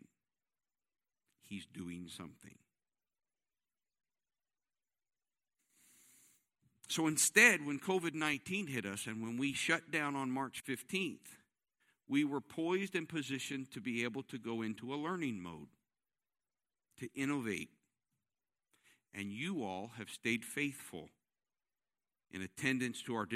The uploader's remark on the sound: This service was recorded live on Sunday, August 1st, 2021 at Newark United Pentecostal Church.